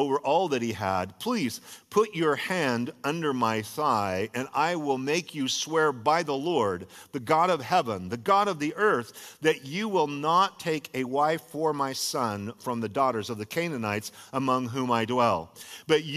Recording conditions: large echoing room